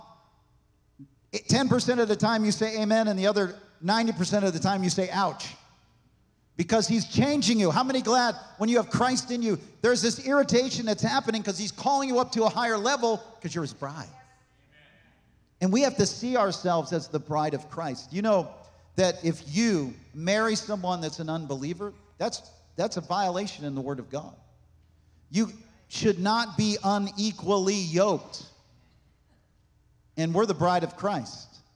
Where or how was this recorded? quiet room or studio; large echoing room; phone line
large echoing room